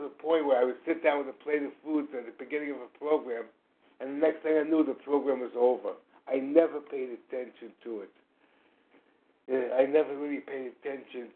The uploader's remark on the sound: 100 Pounders Phone Meeting, 8/11/23